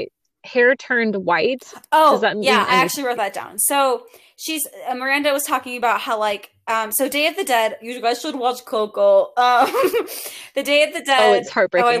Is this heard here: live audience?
no